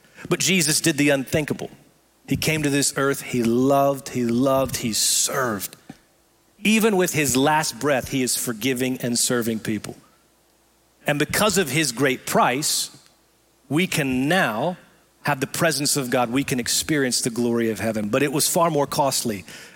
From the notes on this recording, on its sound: Recorded live at Brookwood Church